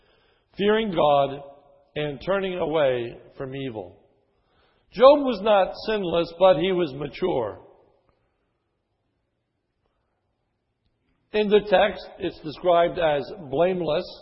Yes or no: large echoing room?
yes